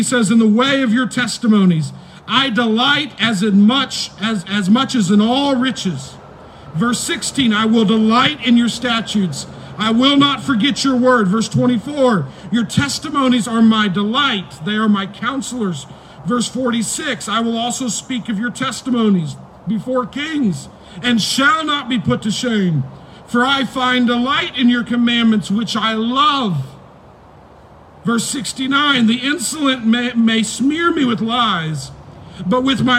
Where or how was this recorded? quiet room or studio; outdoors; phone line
outdoors